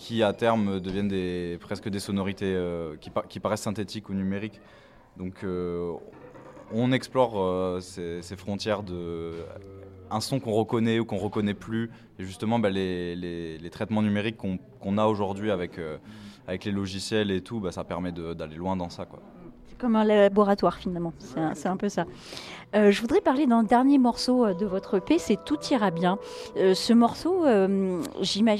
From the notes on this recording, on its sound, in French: Pour la première fois sur la scène du week-end des Curiosités, c'est dans les loges du Bikini que nous avons rencontré ces joyeux garçons et surtout profité avec le public d'un concert enflammé !